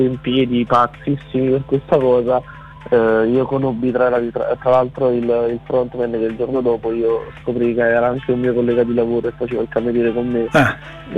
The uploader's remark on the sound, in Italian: INTERVISTA TELEFONICA